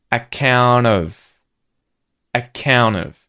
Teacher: The T disappears and we use the N sound at the end of this word to link to of. · Term: T deletion